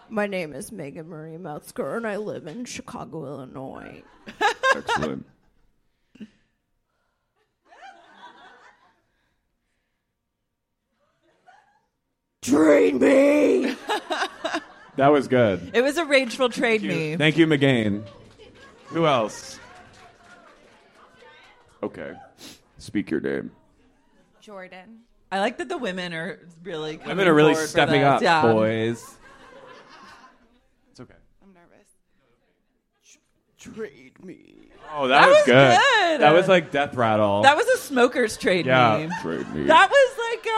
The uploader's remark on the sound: LIVE at Sleeping Village